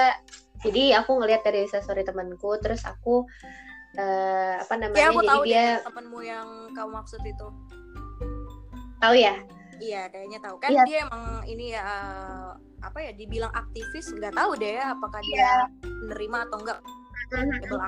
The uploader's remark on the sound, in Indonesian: Episode kali ini direkam jarak jauh, jadi banyak percakapan yg mungkin hilang sebagian karena keterbatasan perangkat.